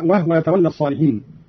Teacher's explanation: وهو يتولى الصالحين بإسكان الهاء هكذا